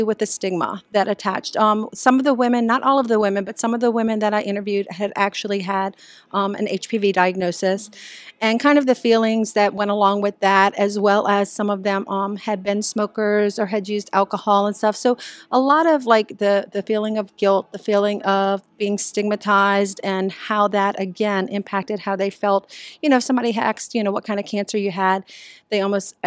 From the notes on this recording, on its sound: live podcast from the 2023 Oncology Nursing Society (ONS) Congress